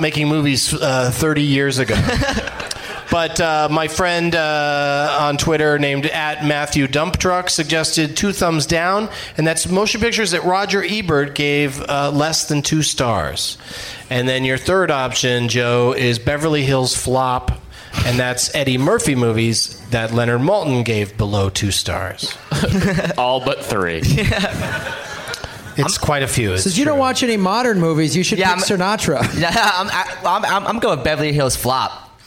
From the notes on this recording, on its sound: Live from Zanies Comedy Club in Nashville